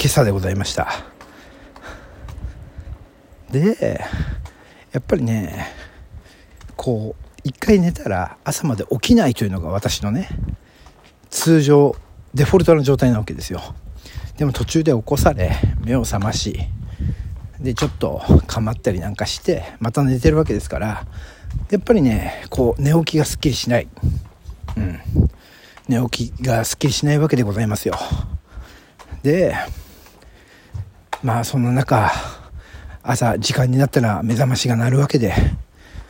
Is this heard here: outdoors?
yes